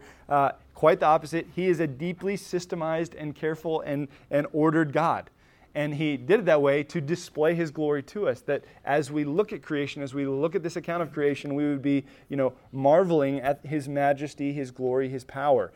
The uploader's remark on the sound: Recorded at Emmaus Church in Buford, GA on Wednesday, September 27, 2023.